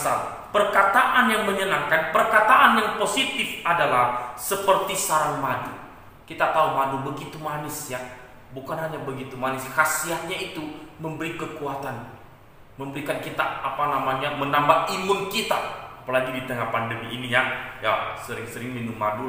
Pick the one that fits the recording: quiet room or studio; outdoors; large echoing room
large echoing room